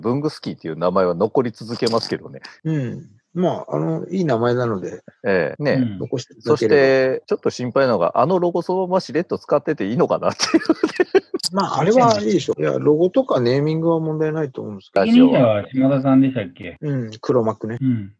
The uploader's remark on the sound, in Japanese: 初めてのリモート収録！流行りのzoomを使っての収録です。Zoomで収録してみます。